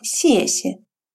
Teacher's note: Первый слог произносится четвертым тоном, второй слог с легким или нулевым безударным тоном.